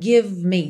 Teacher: do V você vai direto pro M